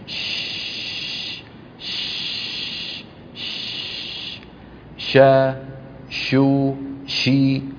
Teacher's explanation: الشين حرف يخرج من وسط اللسان، لو شبهنا كفي هذه باللسان، من وسط اللسان ينشأ صوت حرف الشين. · ش ش شو شي، وهو حرف كما ترون رخوا يعني قابل للمط، وهو حرف مهموس يعني لا يتحرك الوتران الصوتيان عند النطق، ليضع كل منا أصبعيه ها هنا على الحنجرة ولينطق شينا، فلا يجد تحت يدي تحت إصبعيه لا يجد ارتجافا للوترين الصوتيين، لأن الشين مهموسة فيها جريان للصوت وجريان للنفس.